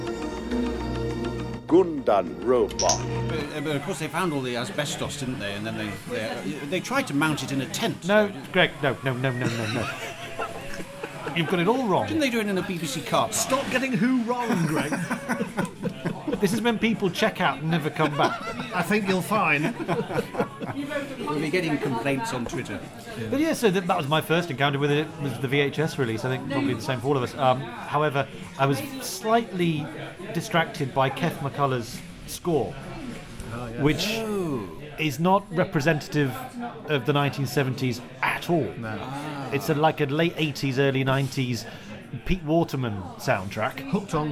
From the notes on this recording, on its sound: We're on location, punting on the Cam!